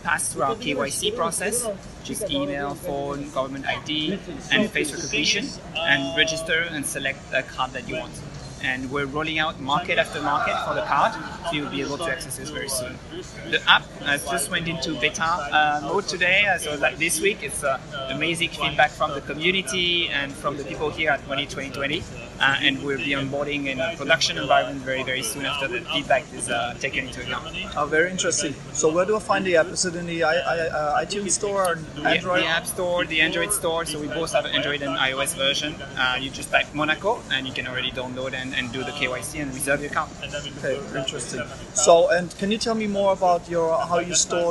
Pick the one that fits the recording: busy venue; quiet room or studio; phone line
busy venue